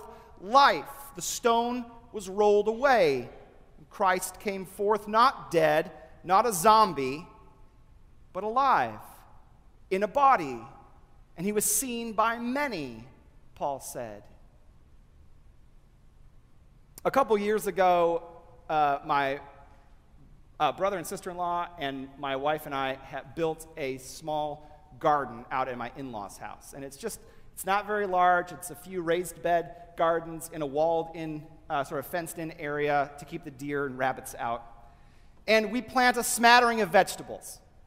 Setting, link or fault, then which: setting, large echoing room